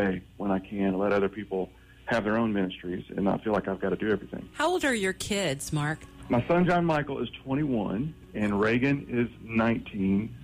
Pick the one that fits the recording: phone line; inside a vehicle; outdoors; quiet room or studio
phone line